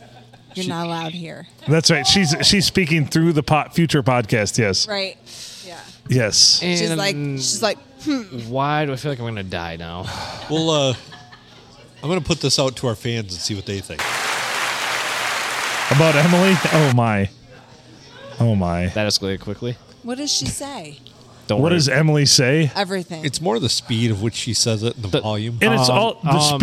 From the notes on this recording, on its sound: Recorded at the Blue Water Sports Bar and Grill in lovely Port Sanilac.